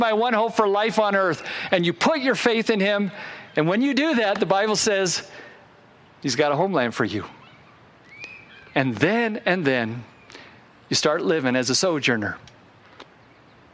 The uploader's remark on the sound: Originally recorded outside on Sunday, August 22, 2021.